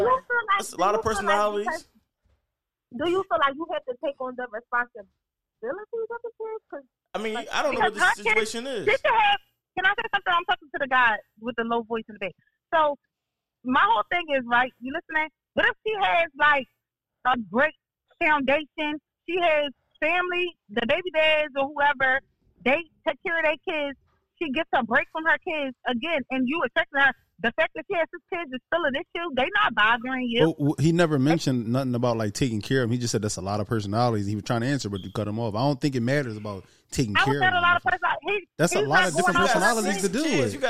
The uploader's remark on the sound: We also take 2 phone calls